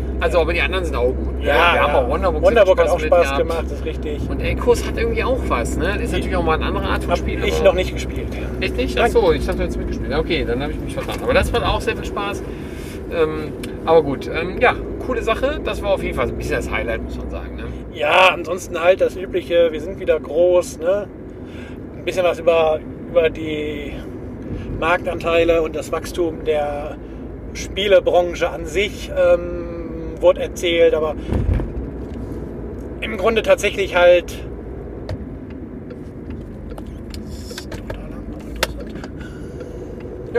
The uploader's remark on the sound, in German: Die Soundqualität ist dabei vielleicht nicht perfekt, denn aufgenommen wurde ganz spontan auf der Rückfahrt im Auto.